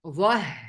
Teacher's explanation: أرقق الهاء بقى، فخمت الظاء ها، أرقق الهاء